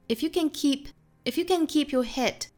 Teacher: if,You 和 can 这三个词在句子里面一般是虚词做弱读的，所以我们读的时候注意是 if you can, if you can, if you can 非常慢的速度，它们三个词加在一起的长度还不如后面 keep 这个实词一个词的长度长